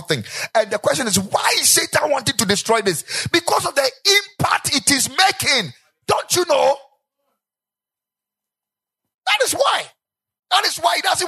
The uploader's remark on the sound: Preached at the Ekklesia Chapel